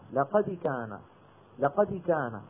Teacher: وتكاد الدال تكون مكسورة · Term: تبعيض الحركة